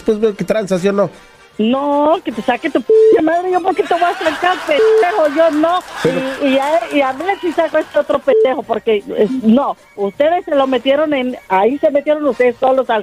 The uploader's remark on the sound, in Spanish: le llama a su esposa